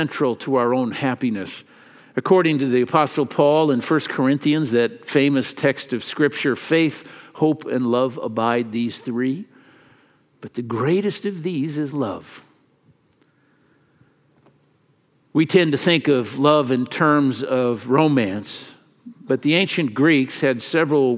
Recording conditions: large echoing room